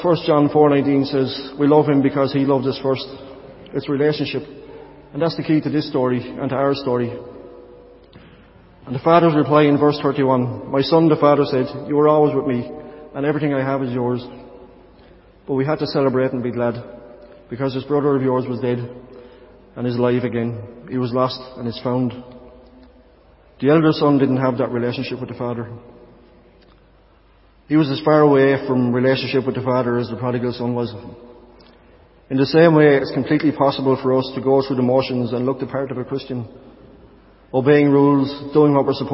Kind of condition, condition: setting, large echoing room